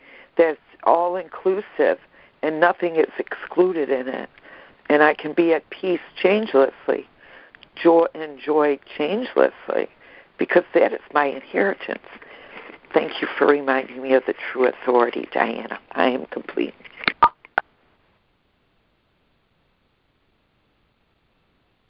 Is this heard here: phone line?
yes